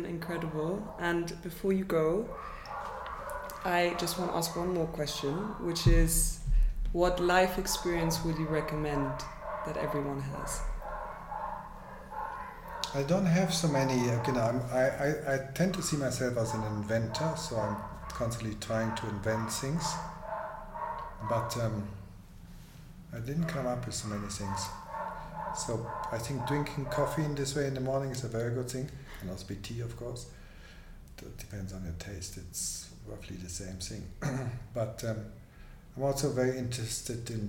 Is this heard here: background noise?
yes